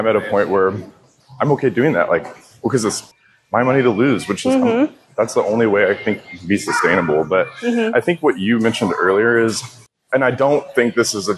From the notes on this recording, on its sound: This special episode was recorded on the move at the VMX conference, so listeners will get to experience the lively atmosphere of the event in the background.